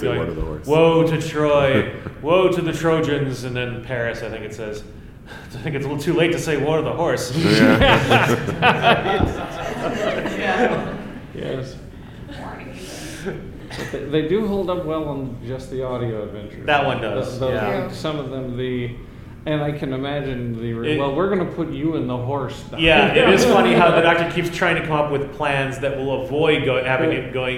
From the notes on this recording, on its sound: In this episode we go back to a panel from Chicago TARDIS 2016.